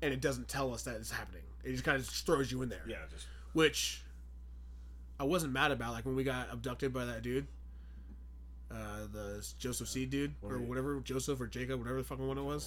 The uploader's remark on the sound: Ignore the sound quality, its our first episode back and we are in the process of settling in!